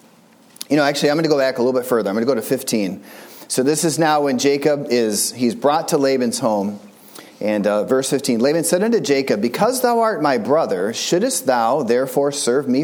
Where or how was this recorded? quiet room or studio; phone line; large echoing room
large echoing room